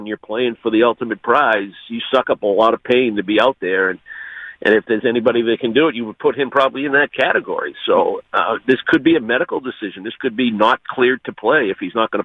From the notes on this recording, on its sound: calls into the show